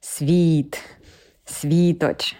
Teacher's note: У нас є звук І, всі його знають, ми ми його вимовляємо, коли е, говоримо слово світ, світоч, шоколадка світоч. Губи трошечки розширюються, і виходить такий голосний звук, протяжний звук І.